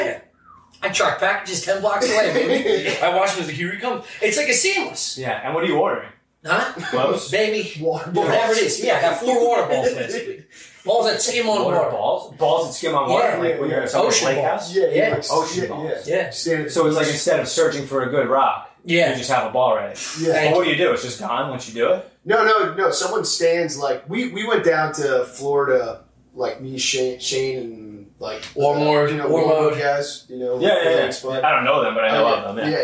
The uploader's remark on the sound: I remastered the back up audio and hope its tolerable.